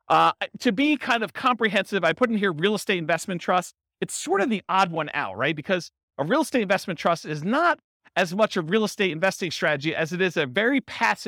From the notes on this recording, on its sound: This was a live class recorded